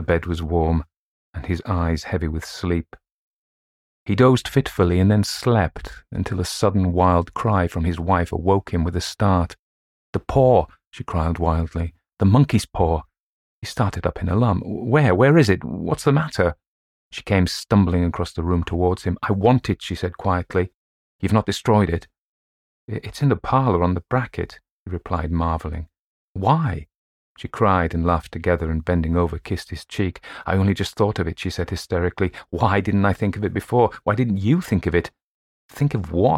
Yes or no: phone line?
no